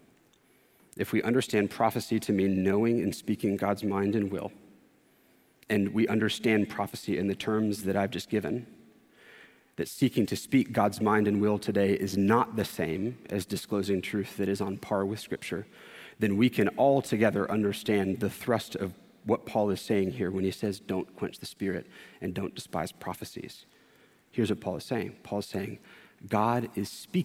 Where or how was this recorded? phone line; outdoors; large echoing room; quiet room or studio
large echoing room